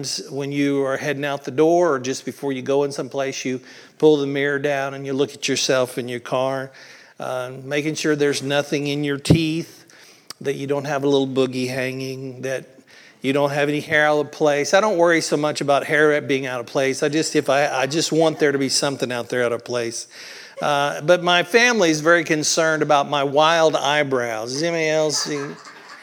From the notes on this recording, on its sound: Originally recorded on April 16th, 2023 at the Palestine Church of Christ.